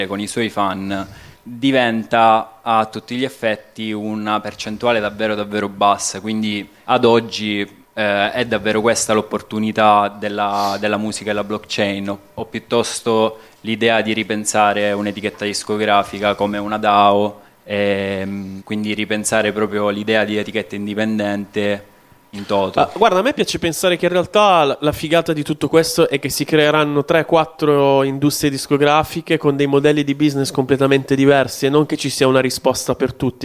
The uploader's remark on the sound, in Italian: Il tutto realizzato dal vivo da Linecheck 2021. Q & A live a Linecheck.